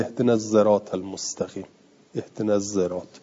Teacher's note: سین رو نگه میداره، اما یه حرف مجهور که ز باشه میاره · Term: اشمام زای